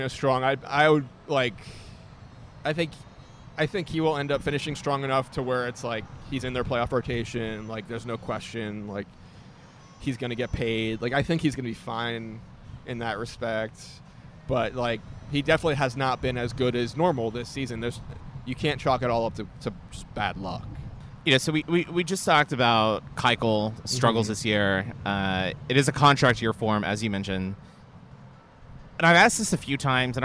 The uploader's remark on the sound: in a live recording at Baileson Brewery